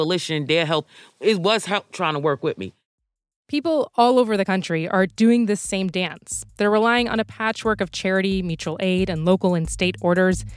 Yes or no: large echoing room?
no